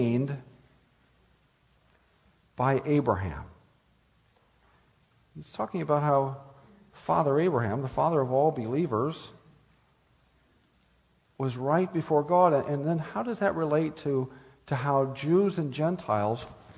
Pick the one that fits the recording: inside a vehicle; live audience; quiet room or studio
live audience